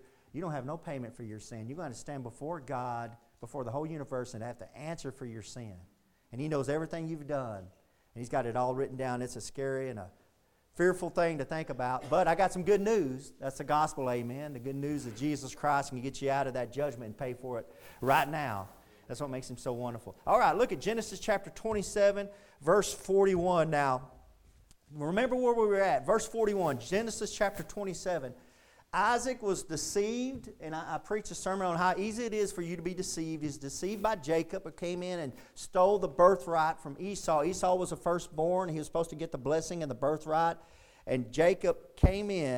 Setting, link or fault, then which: setting, large echoing room